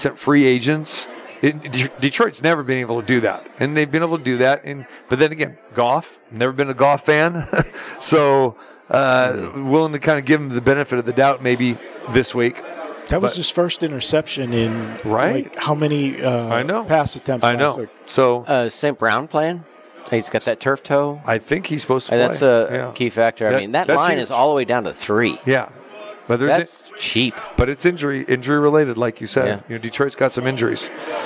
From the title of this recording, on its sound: Live from the Super Book at the Westgate Las Vegas